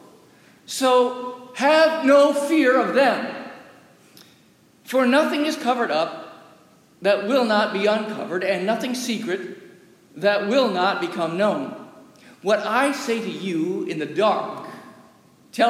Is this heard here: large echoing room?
yes